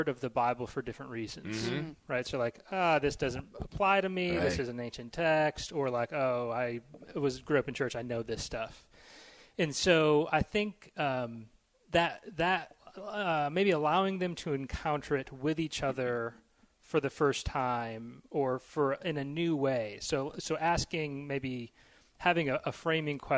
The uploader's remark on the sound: Talks to people at the Christian Ethics Conference about Montreat College.